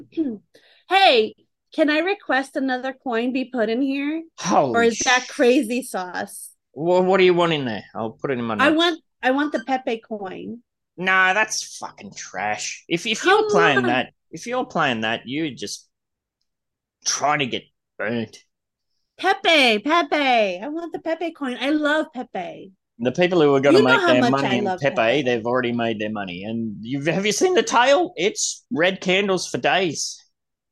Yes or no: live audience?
no